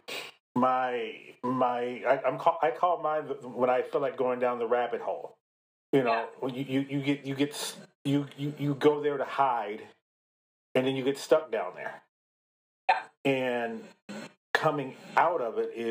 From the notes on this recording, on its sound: Sorry still working on audio quality.